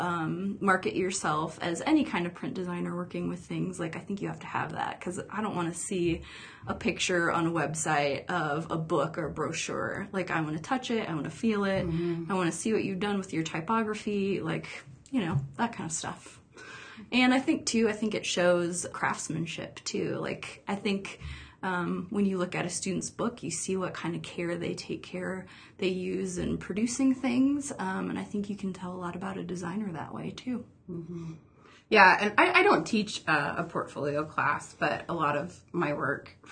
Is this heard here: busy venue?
no